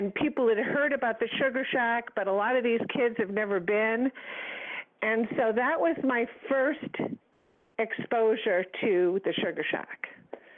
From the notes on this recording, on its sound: surprise guests are expected to call